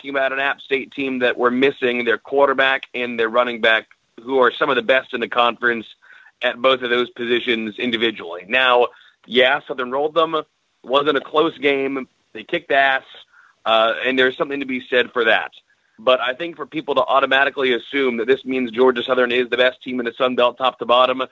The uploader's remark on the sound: Joined over the phone by Sun Belt commissioner.